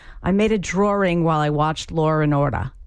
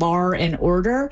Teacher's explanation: There are two different kinds of inserted R's we get. The linking R, which is an extra R we find in dialects that typically drop the R, and New York is one of those, British English is another, and that is where you get lar and order.